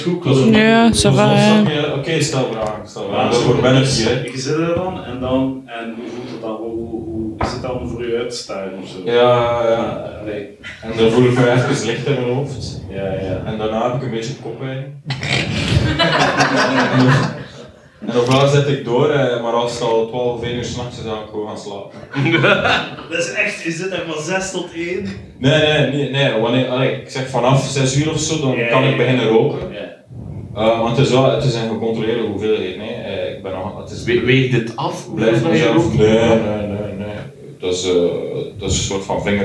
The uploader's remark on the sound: GF23 Live